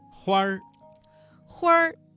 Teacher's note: 这个词当中的花字加了一个卷舌音，变成了儿化音